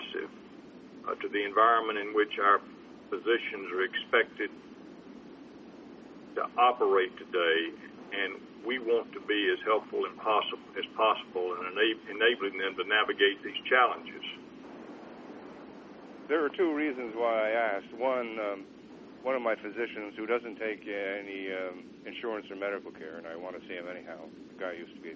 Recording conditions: phone line